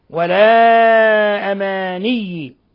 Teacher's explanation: مد منفصل انفصال حرف المد عن الهمز، مد من 4 إلى 5 حركات